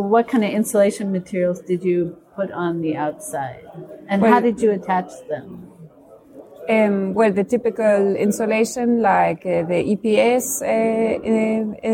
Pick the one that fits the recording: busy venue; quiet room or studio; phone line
busy venue